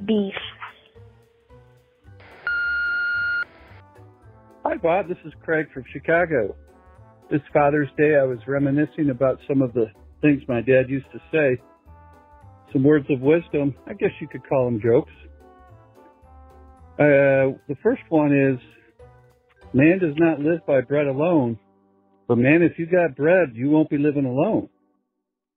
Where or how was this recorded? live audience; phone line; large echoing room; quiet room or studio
phone line